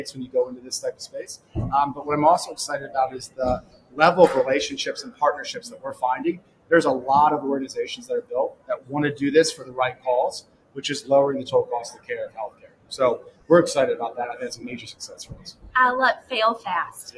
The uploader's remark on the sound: Live at the SIIA 2022 Engage Conference